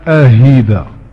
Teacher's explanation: يبدلون الهمزة يعني هاء خالصة